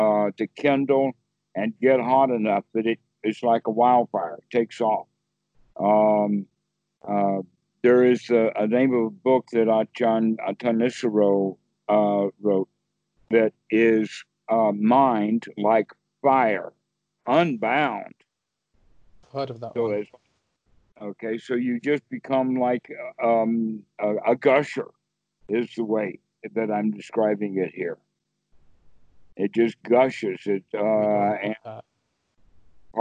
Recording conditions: video call